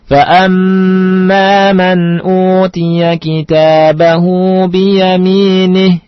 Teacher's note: Nah itu kalimat yaminih kalau kita waqaf tidak ada mad